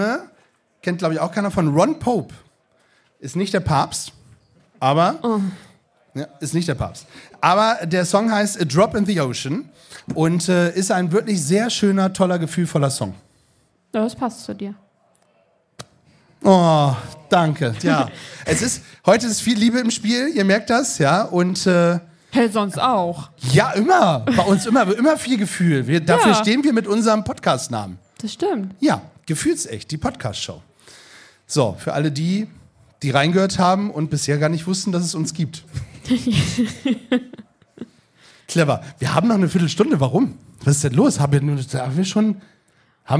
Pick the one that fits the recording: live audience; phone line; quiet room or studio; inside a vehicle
live audience